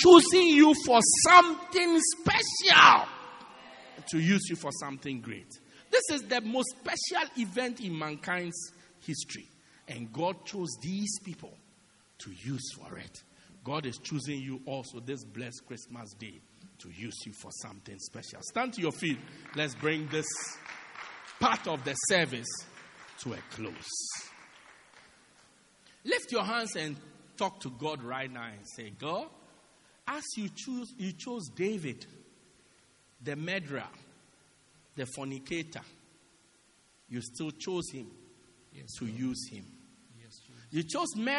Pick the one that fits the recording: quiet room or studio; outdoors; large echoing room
large echoing room